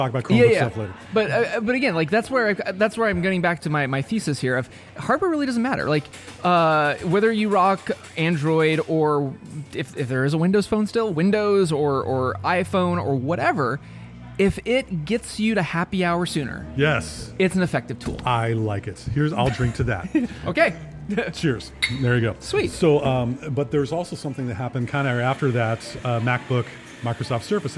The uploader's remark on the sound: Recorded LIVE in the Dori's Coffee.